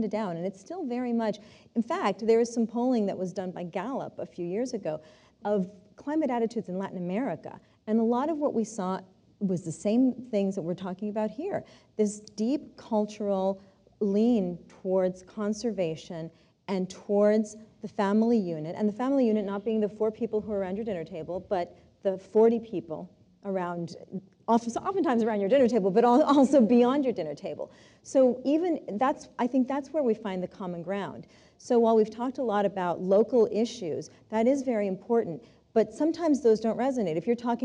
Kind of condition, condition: setting, live audience